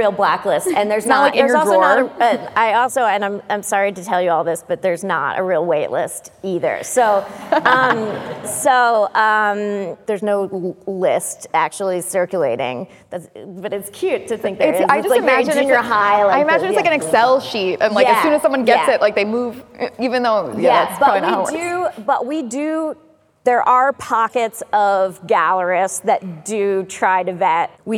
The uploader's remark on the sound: we gathered together an expert panel at Cromwell Place in London during Frieze